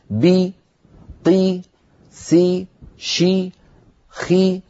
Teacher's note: كذلك الأمر عندما ننطق حرفا مكسورا: بي قي سي شي خي، كل هذه الحروف لما نطقتها ارتفع وسط اللسان وانخفض فك السفلي قليلا